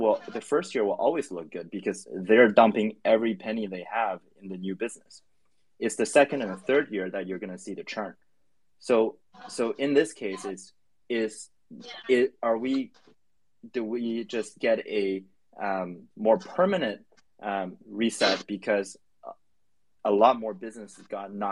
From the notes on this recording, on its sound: The recording from the Twitter Spaces event